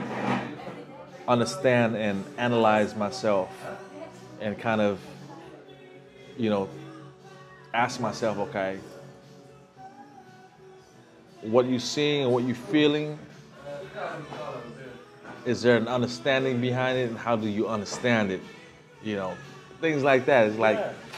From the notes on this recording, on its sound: We reunite in Phnom Penh, sitting down in a corner of a bar tucked away in an alley to talk about his story, live from the Kingdom of Cambodia.